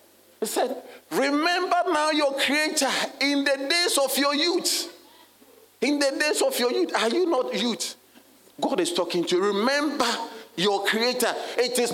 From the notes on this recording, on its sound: Sermon delivered on Sunday, January 21, 2024, at Serious Christian Church in Cape Town, South Africa.